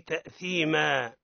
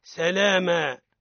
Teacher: نقف عليه بفتحة واحدة مشبعة بألف مد مقدار مد طبيعي